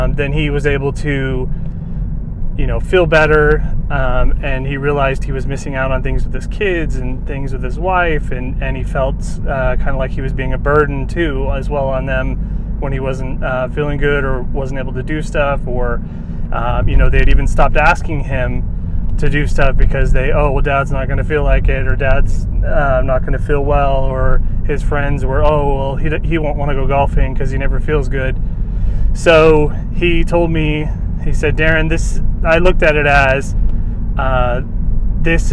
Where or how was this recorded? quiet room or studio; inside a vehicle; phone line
inside a vehicle